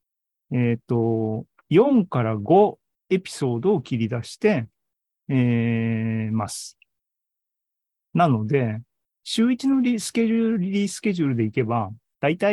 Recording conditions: video call